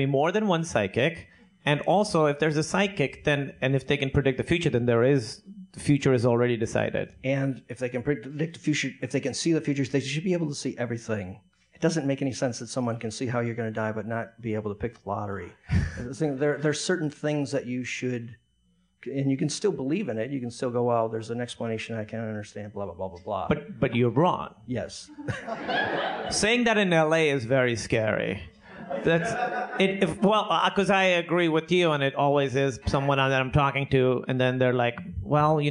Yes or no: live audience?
yes